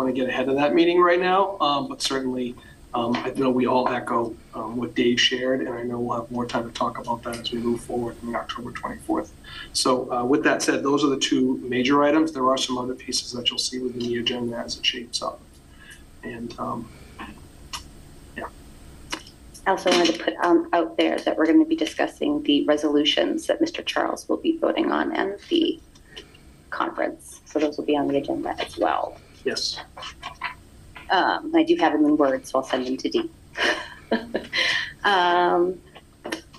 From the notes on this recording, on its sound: My notes were captured remotely as I viewed the meeting via the Zoom connection.